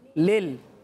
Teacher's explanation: جو حرف قلقلہ نہیں ہے ان میں قلقلہ بالکل بھی نہیں ہونا چاہیے